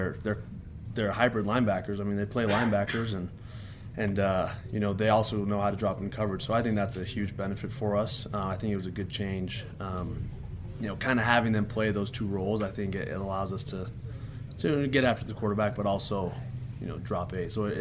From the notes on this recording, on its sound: talked to the media Monday during BYU's press conference